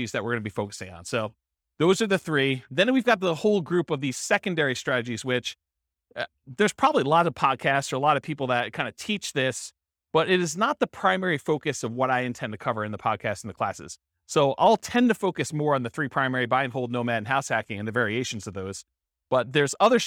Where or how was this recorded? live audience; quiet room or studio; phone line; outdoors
live audience